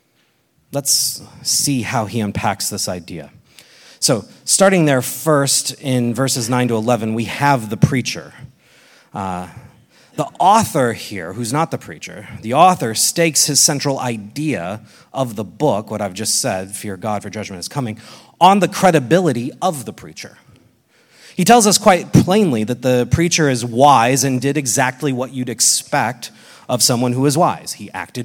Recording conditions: live audience